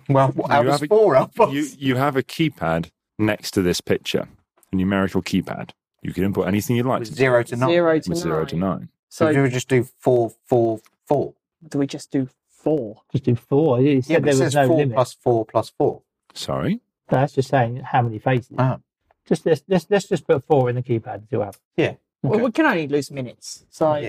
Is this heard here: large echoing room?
no